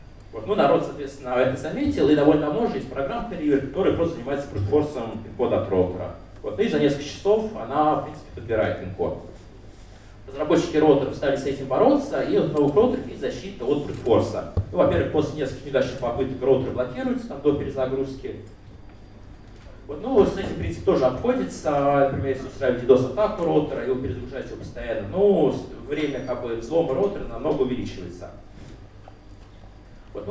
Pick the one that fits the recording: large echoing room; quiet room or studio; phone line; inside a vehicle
large echoing room